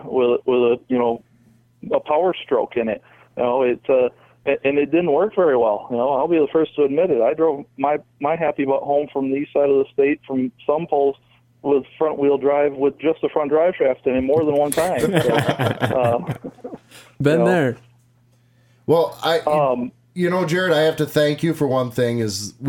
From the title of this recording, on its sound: The Call In Show